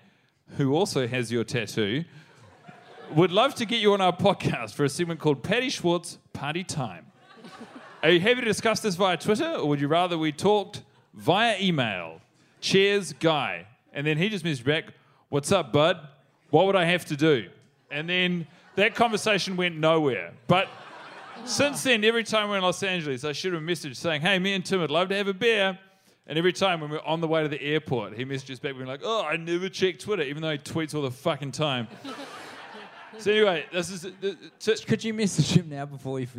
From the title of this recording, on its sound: NYC Live